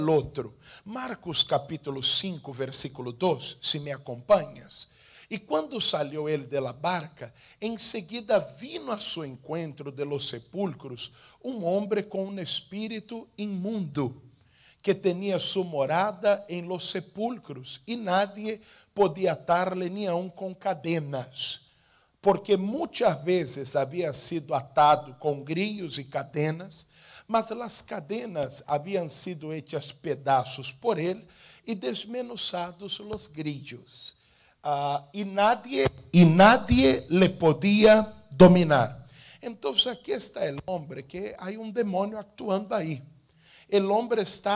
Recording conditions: large echoing room